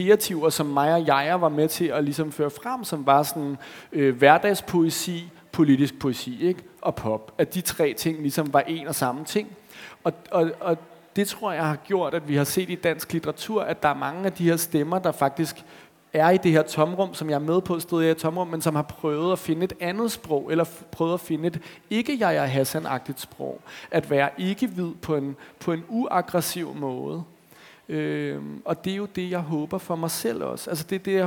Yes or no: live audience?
yes